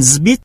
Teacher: s là âm vô thanh, được phát âm thành âm hữu thanh z. Do đi trước âm hữu thanh b. · Term: đồng hóa ngược